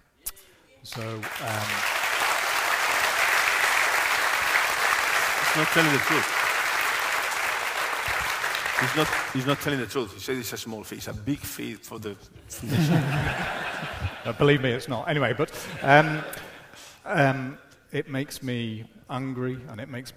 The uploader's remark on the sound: The Game Live in Newcastle. A special Times Plus event in Newcastle. In front of a live audience.